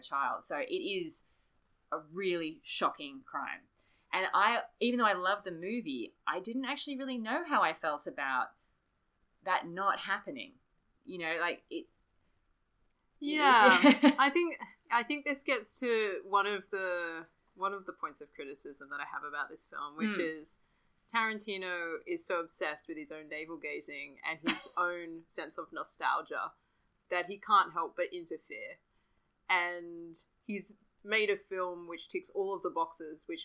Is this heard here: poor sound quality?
yes